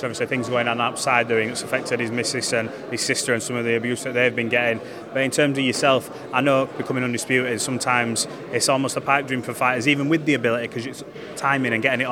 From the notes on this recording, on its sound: at his press conference